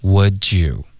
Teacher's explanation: 有一个 j 的音直接连发过去，变音了